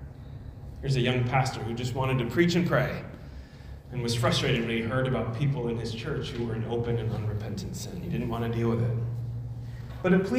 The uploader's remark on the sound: at Immanuel Church of Orange County on November 6, 2022.